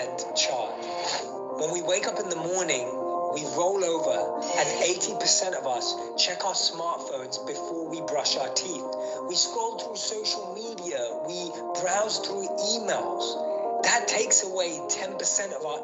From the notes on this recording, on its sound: This episode is a recording of a webinar from The Football Mental Health Alliance.